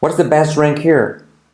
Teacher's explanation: Puedo saltar la H de here